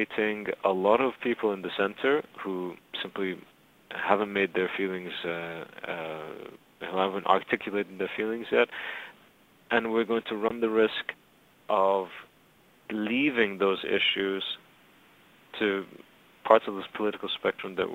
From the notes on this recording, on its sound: recorded down the phone from Cairo - you may need to turn up your volume a bit